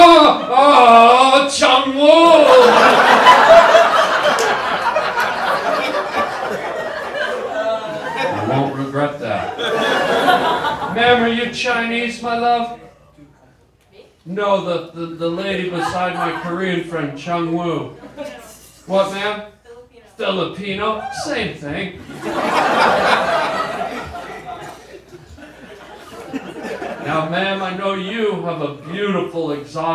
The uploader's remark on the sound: Live stand up comedy recorded on the Sunset Strip in Hollywood